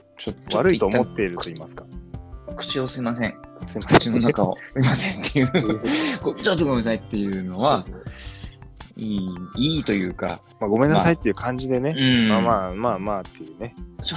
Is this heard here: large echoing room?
no